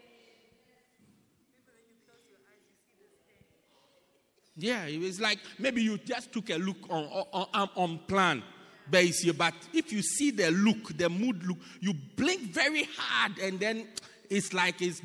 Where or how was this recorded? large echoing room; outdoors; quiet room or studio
large echoing room